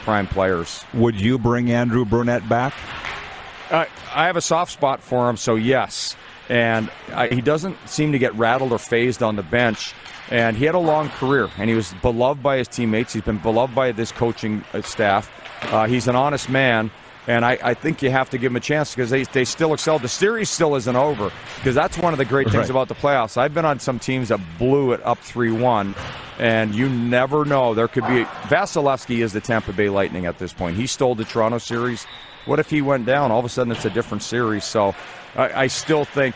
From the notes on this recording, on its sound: Live from the Centennial Cup in Estevan, SK! We are LIVE from the city of Estevan, Saskatchewan for the 2022 Centennial Cup Junior Hockey Championship for the CJHL.